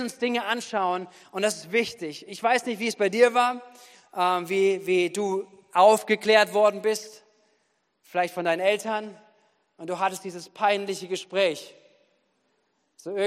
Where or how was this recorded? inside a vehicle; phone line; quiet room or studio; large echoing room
large echoing room